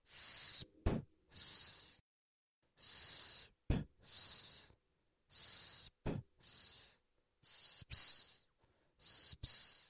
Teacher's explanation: First, making an S, s, making a quick P sound, p, and then making a second S.